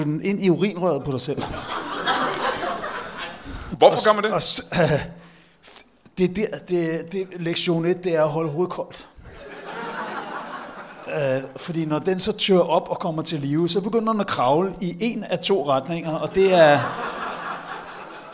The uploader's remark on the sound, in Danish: LIVE fra Slagteriet i Odense